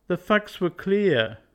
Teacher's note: The hard consonant sound t is removed and k is separated from the a. Leaving these consonants in place as written distracts from the vowel sound a.